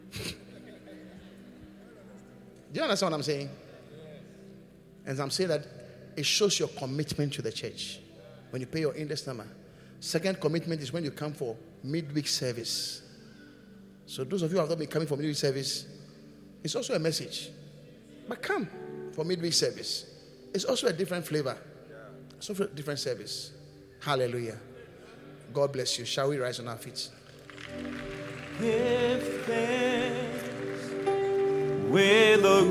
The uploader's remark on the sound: Preached at the Qodesh